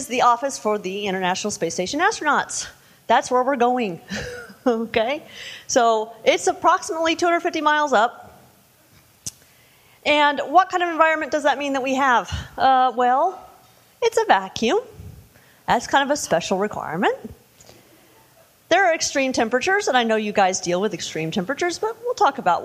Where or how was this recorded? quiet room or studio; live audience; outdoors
live audience